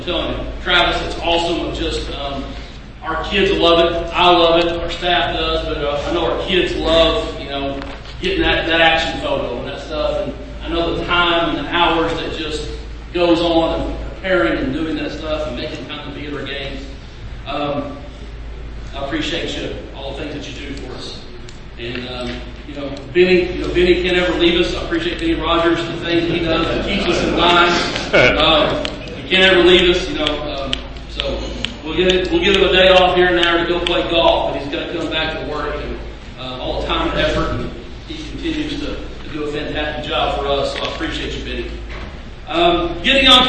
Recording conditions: busy venue